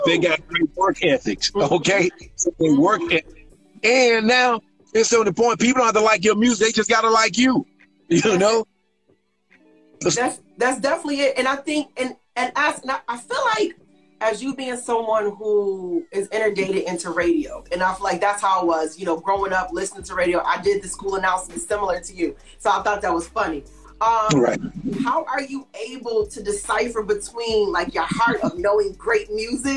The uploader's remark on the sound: Had the chance on Instagram Live to catch up with the SVP of Radio Promotion at Roc Nation